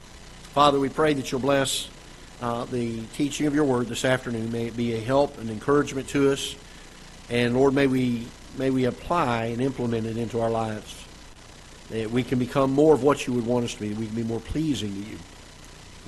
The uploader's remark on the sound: Ketha Heights Baptist Church ~ Live Broadcast